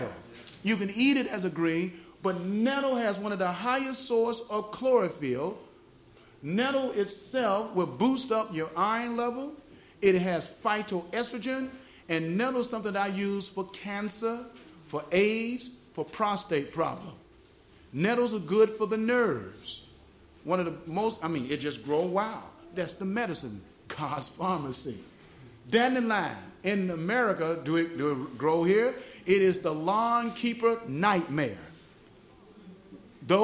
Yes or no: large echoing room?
yes